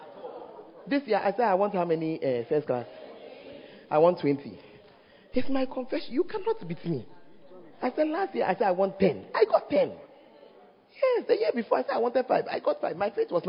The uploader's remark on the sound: Preached At The First Love Center, Ayeduase (Times of Refreshing Service)